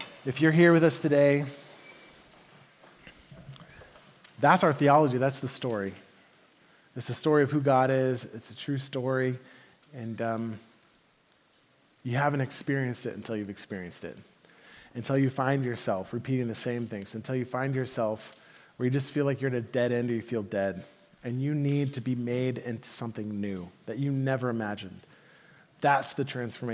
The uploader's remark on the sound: Message delivered at the Benicia Campus